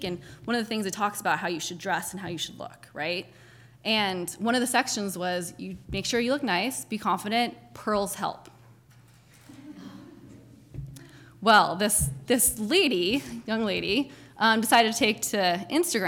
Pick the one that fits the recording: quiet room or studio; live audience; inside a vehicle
live audience